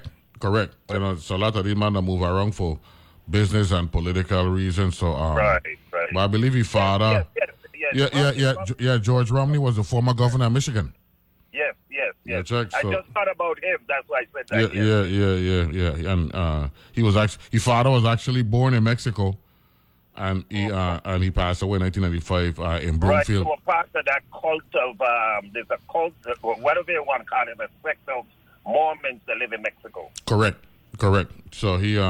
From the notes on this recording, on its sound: on the phone